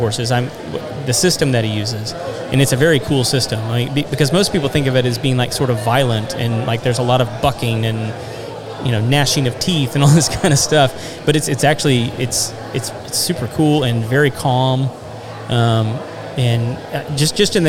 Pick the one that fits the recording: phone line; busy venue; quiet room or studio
busy venue